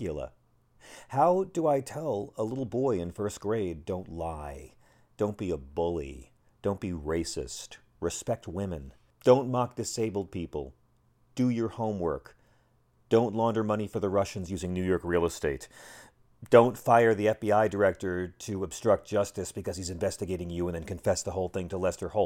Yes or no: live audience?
no